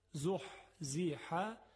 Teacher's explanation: عین و حاء از وسط گلو یا حلق تلفظ میشن، یه فشار مختصری در وسط حلق ایجاد میشه